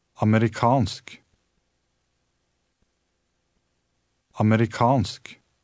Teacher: In this word, the stress is on the last syllable.